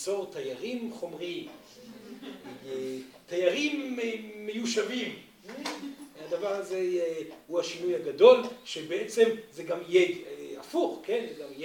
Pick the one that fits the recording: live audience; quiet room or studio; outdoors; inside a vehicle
live audience